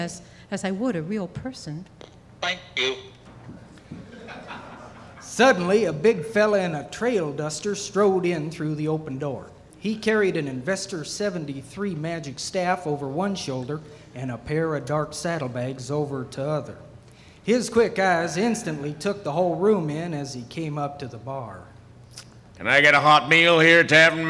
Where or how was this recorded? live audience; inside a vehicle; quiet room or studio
live audience